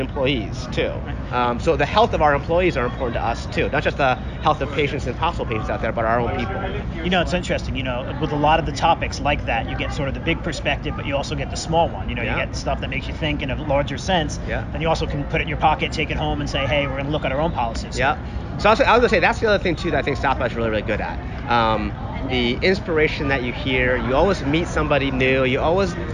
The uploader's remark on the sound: recorded at South by Southwest in Austin, Texas